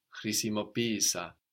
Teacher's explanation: it feels like we have the accent second from the end